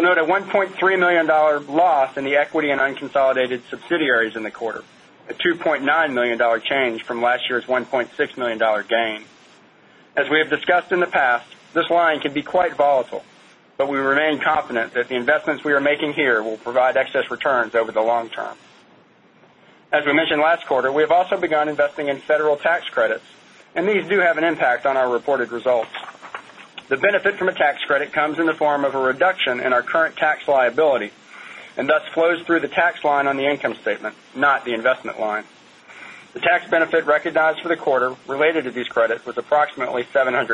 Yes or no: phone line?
yes